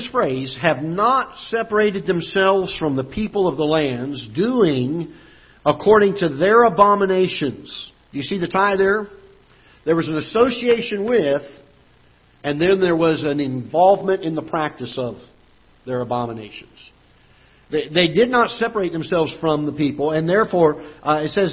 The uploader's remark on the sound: Ketha Heights Baptist Church ~ Live Broadcast